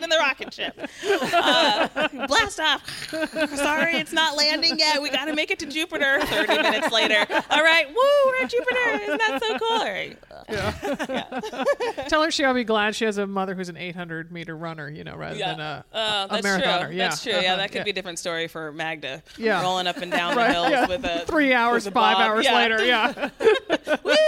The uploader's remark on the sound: Live at GU HQ. Recorded live in front of audience from the headquarters of GU Energy Labs in Berkeley, California.